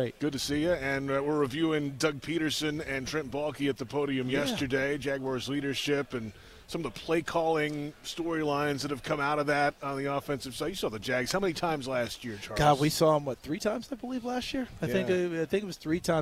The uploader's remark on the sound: live from the NFL Combine